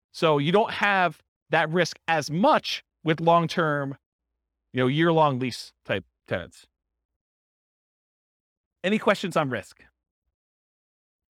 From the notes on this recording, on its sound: This was a live class recorded